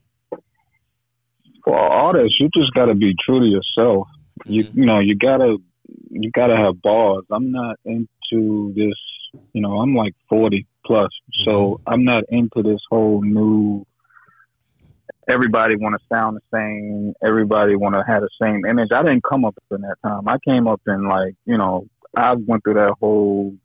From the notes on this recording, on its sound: We field calls from our live Facebook listeners